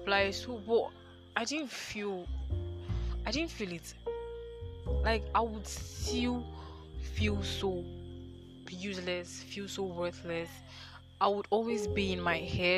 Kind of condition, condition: setting, outdoors